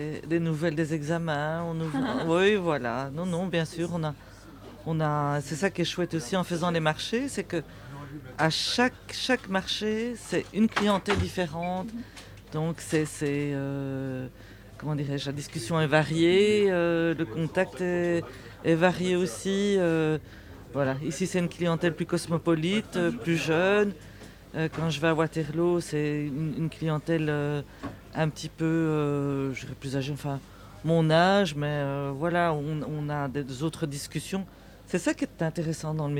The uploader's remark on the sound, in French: Bruxelles vit ! – Depuis le marché de la place Van Meenen. Pour poser le micro de BX1+ sur la place Van Meenen à Saint-Gilles. En direct du marché saint-gillois.